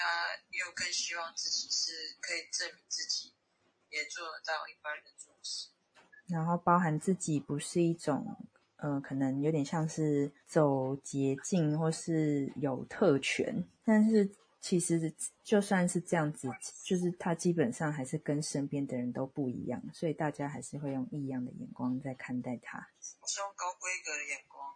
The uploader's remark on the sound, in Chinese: 電話錄音。這集是好玩嘗試把排隊環境音和通話錄下來，內有吸拉麵喝湯聲。